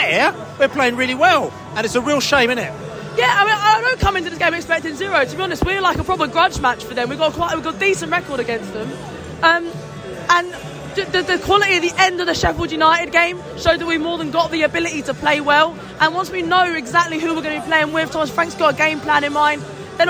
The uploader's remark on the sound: post-match podcast from the stands